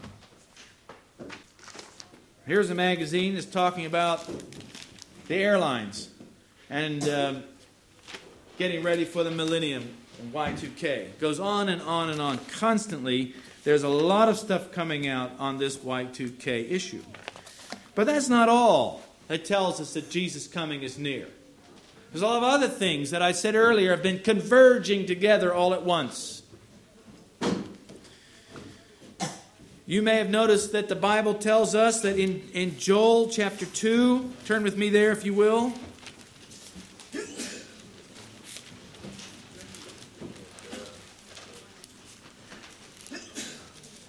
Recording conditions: large echoing room